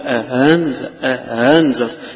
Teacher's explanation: التسهيل عبارة عن تحويل الهمزة إلى بين الهمزة والألف بين الاثنين، يعني قريبة من الهاء بس مش مخرج الهاء، قريبة منها، فتقول أهنزر، فرق بين تقول أهنزرتهم هذه هاء هي مش هاء ولكنها ألف مسهلة أو همزة مسهلة، فلذلك تيجي من الحلق فتقول أهنزرتهم سواء عليهم.